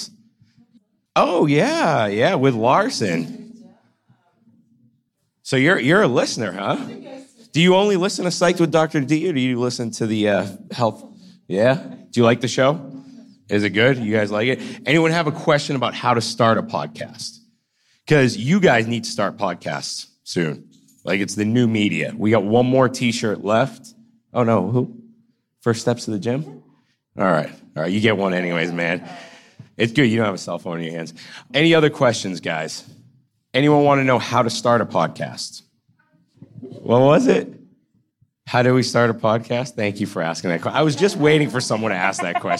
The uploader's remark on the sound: Live From AUK! Q&A With The Students!